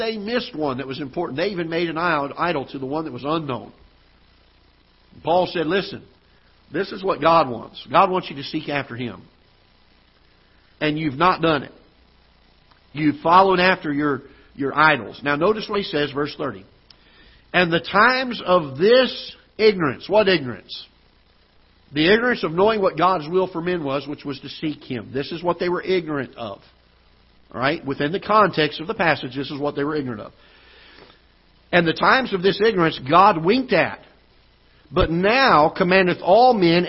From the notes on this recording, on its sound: Ketha Heights Baptist Church ~ Live Broadcast.